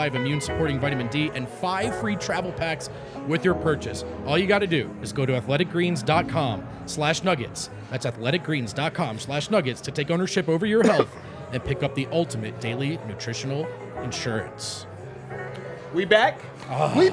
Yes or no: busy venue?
yes